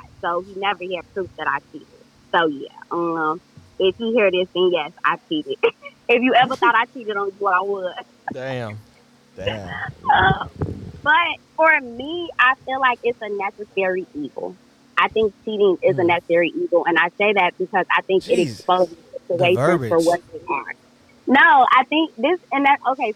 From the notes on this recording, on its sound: Guests call-in live to share the wildest stories.